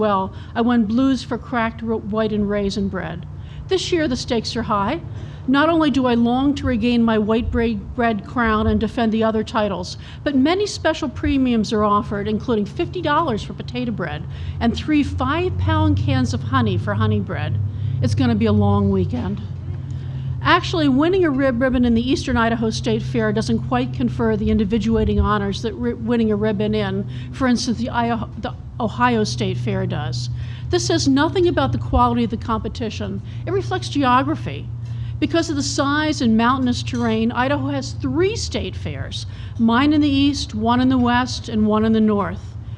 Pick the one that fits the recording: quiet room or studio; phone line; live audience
live audience